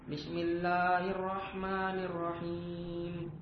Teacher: Bahwasanya Nabi ketika membaca beliau memanjangkan ketika membaca bismillahirrahmanirrahim memanjangkan lafaz Allahnya bismillah lamnya panjang